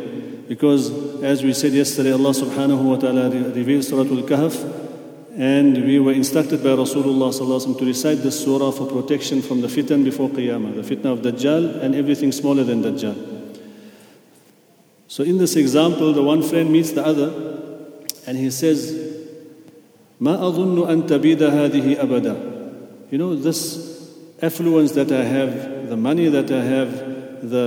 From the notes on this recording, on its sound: At the Houghton Masjid (West Street).